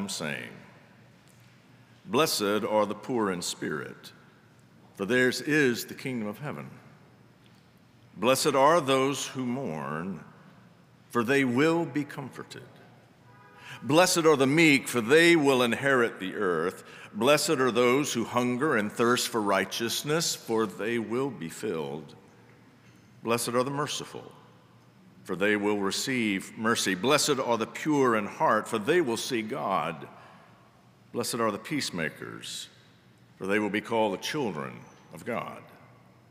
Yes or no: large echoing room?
yes